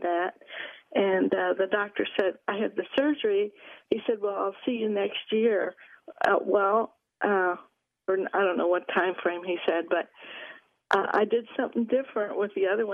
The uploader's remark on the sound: Live from Goodyear to take your calls on the Reds season.